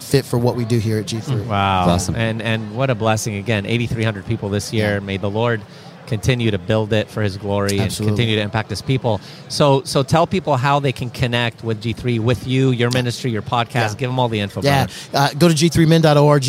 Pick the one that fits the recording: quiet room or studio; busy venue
busy venue